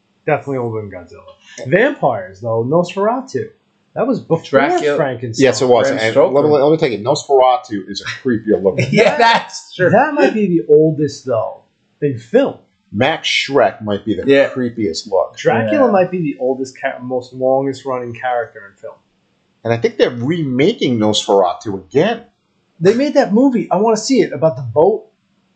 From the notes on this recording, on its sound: a ghost got into the soundboard and the next 2 episodes have audio issues.